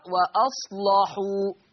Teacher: حكم اللام التغليظ قولا واحدة، والسبب لأنها مفتوحة ومسبوقة بصاد ساكنة، ومسبوقة خلاص أو وقبلها صاد ساكن. · Term: تغليظ اللام